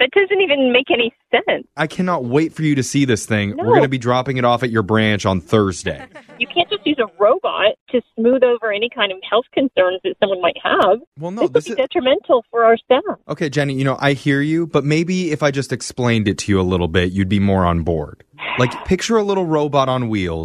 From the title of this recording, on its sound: Phone Tap